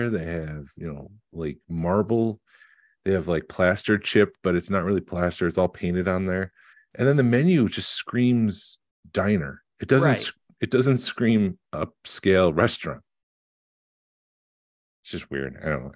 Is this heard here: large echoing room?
no